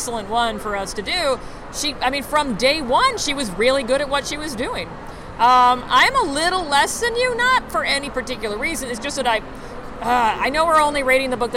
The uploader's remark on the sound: What would it sound like with more background noise? At the most recent American Library Association Annual Conference in beautiful downtown Chicago, Illinois we bring to you the first LIVE recording.